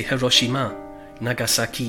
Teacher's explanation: In Japan, when you hear people talk, they would say Hiroshima, Nagasaki, because the whole thing's, every syllable is equally stressed